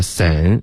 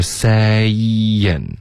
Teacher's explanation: Saying 发成了 san OK 变成一个音节了是 saying 两个音节 · Shown in: second take